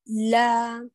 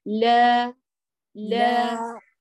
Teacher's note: بالترقيق مع إتمام الفتح